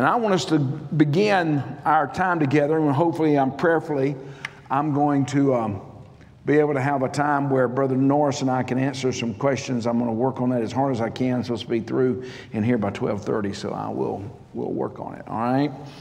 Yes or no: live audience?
yes